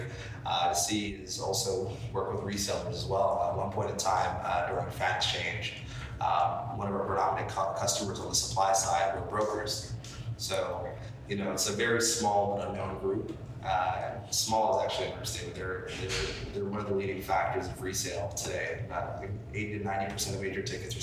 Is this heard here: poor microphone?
yes